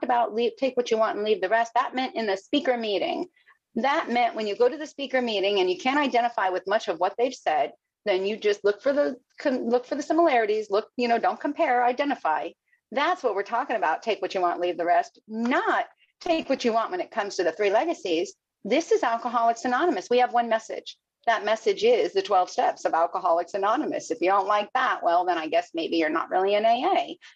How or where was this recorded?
video call